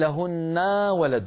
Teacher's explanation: لهن تمد الفتحة زيادة فيتولد منها ألف